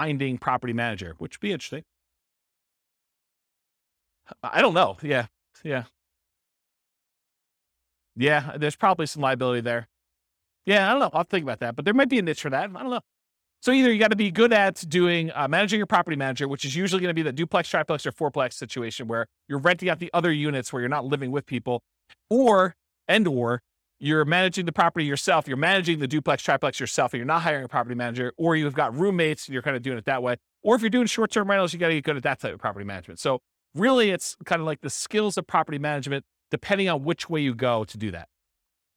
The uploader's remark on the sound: This was a live class recorded